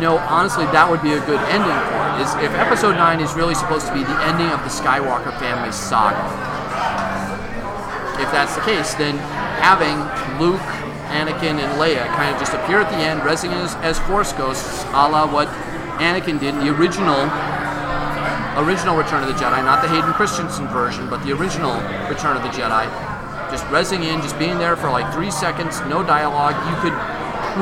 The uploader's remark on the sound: LIVE at Barley Forge